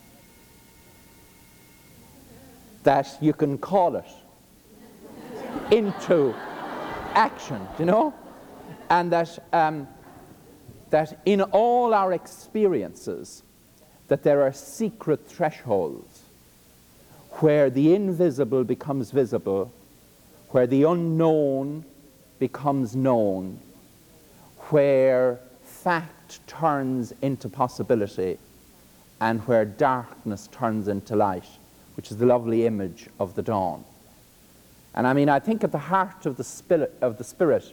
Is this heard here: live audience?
yes